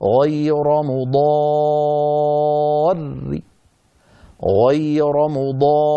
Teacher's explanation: إن وقفنا بالروم وهو بعض الحركة نرقق الراء لأننا سنقف على رأين ثانيتهما مكسورة بصوت منخفض، هكذا غير مضار